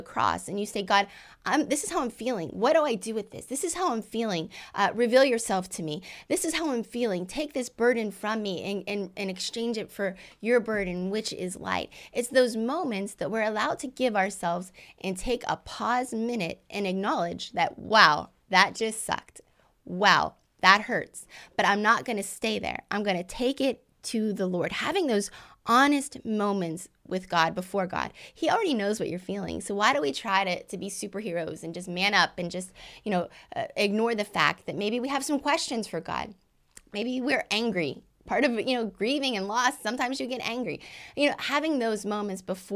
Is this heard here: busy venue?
no